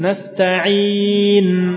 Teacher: Nempel ke makhrajnya ujung lidah dengan gusi sama ada gunnahnya.